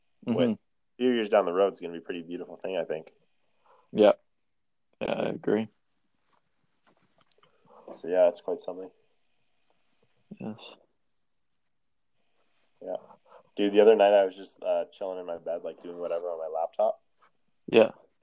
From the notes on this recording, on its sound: connect over the phone